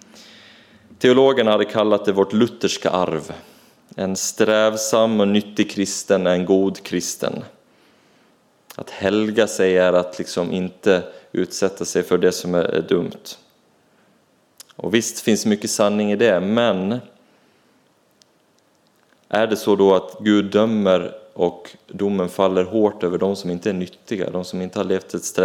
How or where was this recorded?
large echoing room